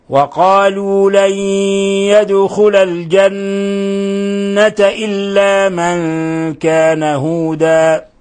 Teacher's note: قوله تعالى وقالوا لن يدخل الجنة إلا من كان هودا أو نصارى، لن يدخل، نون ساكنة جاء بعدها حرف الياء، وبما أن حرف الياء من حروف ينمو فلنضغم النون في الياء إضغاما بغنة، لن يدخل، والدال جاءت ساكنة فتقلقل